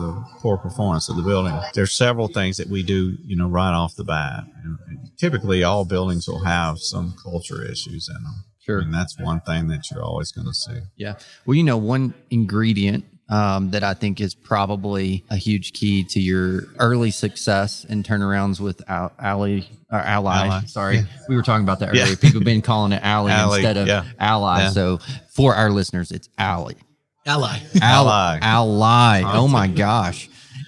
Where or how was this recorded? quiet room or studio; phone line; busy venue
busy venue